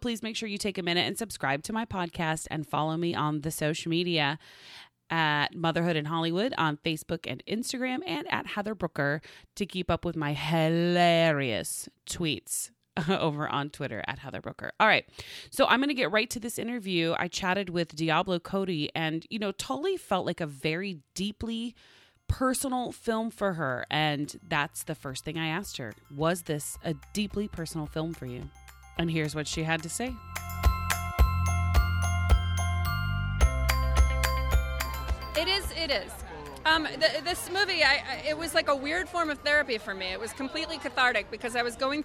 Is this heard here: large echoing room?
no